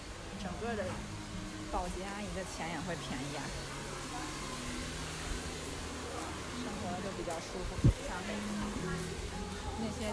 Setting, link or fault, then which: setting, outdoors